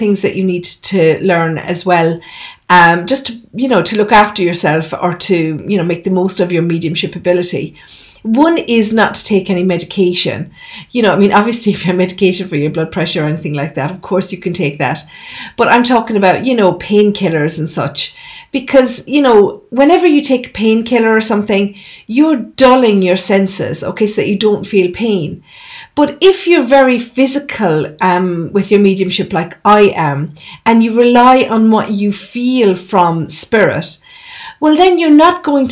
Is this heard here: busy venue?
no